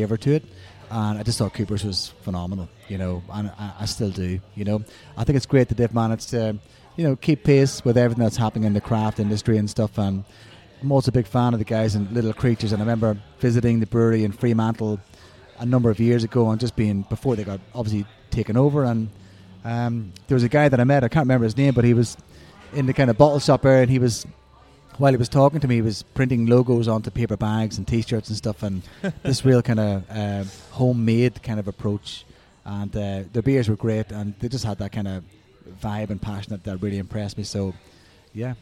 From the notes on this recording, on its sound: The episode was recorded at Beau Kitchen & Cellar